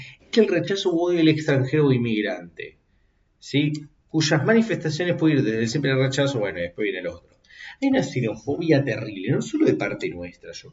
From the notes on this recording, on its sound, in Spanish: reacciones en vivo dentro de una lata porque no se prendió el micro